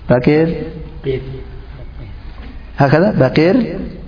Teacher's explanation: تمال فتحة القاف لأن وقعت قبل الراء مكسورة · Term: إمالة